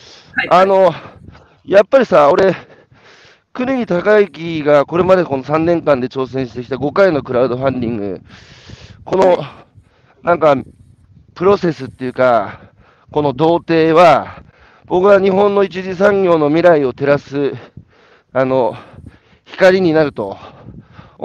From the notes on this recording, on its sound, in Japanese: 歩くラジオ。歩きながら1時間、対談する。